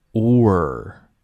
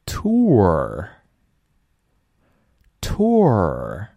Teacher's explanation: oor 就从 o 开始，o 往卷舌那里滑